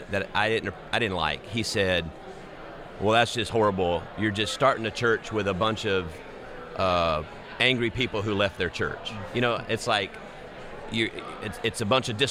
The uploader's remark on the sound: This week we are recording at the Texas Annual Conference and we are joined by 3 pastors who are planting new churches!